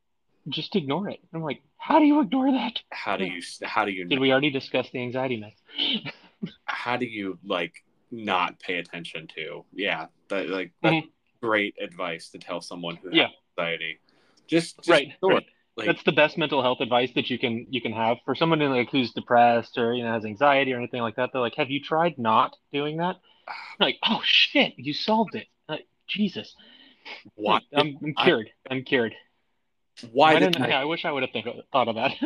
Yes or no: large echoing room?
no